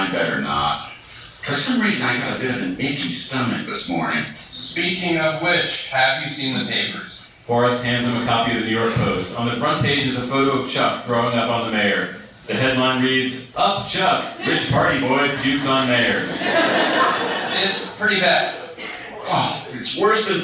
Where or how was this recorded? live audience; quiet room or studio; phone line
live audience